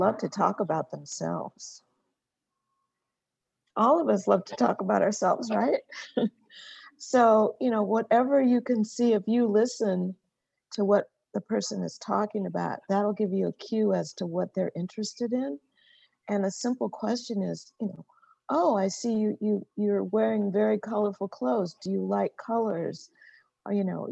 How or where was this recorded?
video call